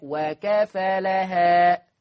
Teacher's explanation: ورش عن نافع يقرأ بتخفيف الفاء